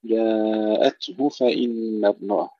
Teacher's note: التاء الساكنة نهمسها ولا نقلقلها، وننتبه أيضا ألا تضيع الهاء مع همس التاء